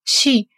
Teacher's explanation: Обратите внимание на слог си. Он произносится очень мягко, нечто среднее между си и ши.